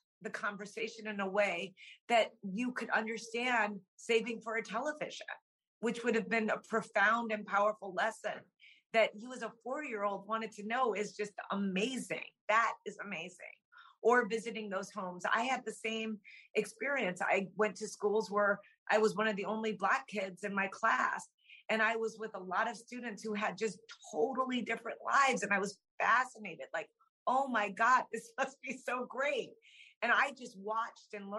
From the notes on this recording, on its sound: This program was recorded via video conference on March 30th, 2022 by the Commonwealth Club of California.